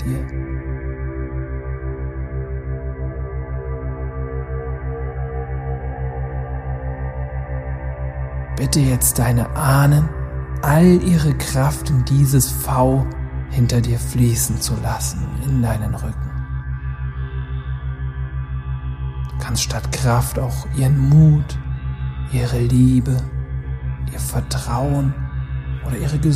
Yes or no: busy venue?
no